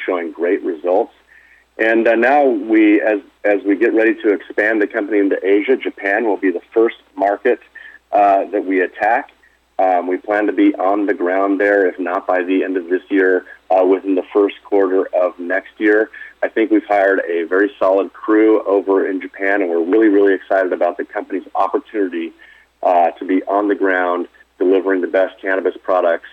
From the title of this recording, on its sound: Medical Marijuana, Inc. (Pink Sheets: MJNA) 2019 Q2 Earnings Conference Call